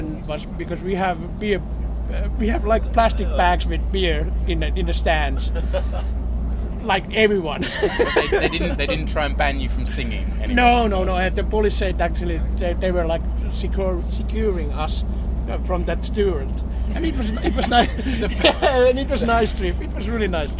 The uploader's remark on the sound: It was recorded on the coach to watch SJK vs KPV in the Suomen Cup in February 2018 – so there's a little background noise.